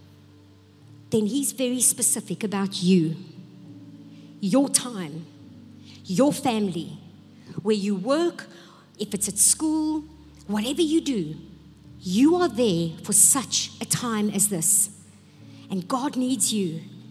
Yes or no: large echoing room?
yes